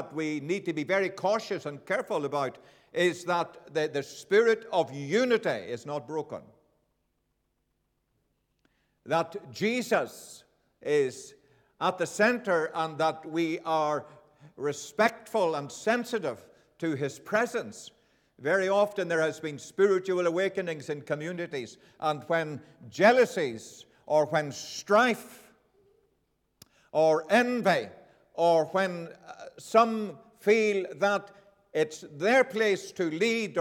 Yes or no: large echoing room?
yes